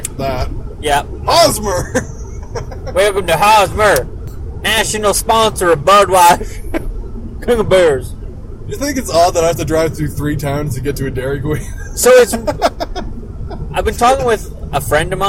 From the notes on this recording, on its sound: sorry about the poor audio its a travelling episode